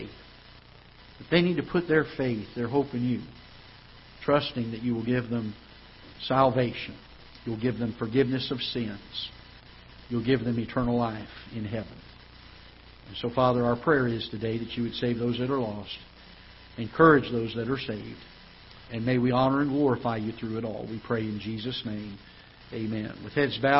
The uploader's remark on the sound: Ketha Heights Baptist Church ~ Live Broadcast